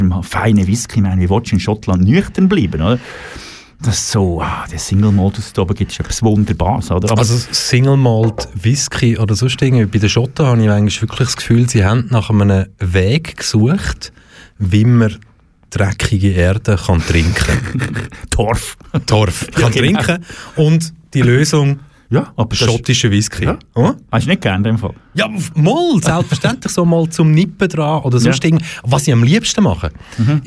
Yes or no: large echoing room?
no